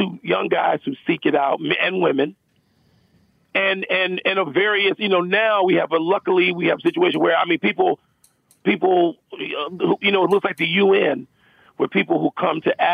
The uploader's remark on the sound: calls